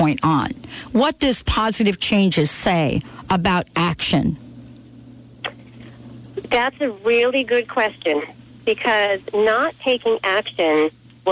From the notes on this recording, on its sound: Takes calls from listeners.